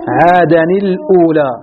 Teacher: في التقاء التنوين ها هنا مع اللام عادني الأولى، هذا المشهور عن العرب التنوين أنه يكسرونه عادا عادني، عندنا اللام ساكنة والتنوين ساكن فالأكثر على كسره